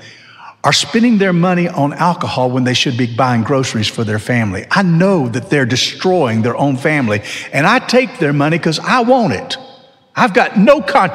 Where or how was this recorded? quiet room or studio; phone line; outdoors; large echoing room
large echoing room